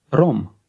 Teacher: actually it's the trilled R sound